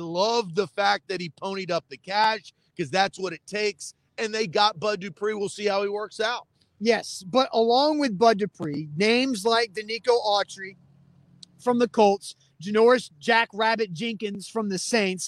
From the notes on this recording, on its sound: LIVE from Wilson County Hyundai!